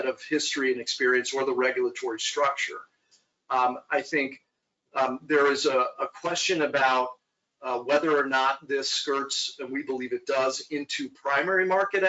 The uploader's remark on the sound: We share our webinar.